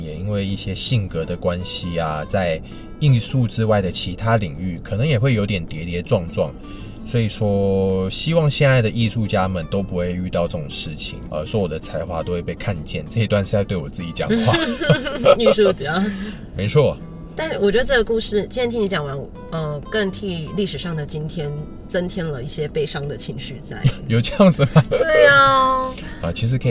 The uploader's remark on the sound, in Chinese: 先為爛音質說抱歉！這集在車子裡錄的。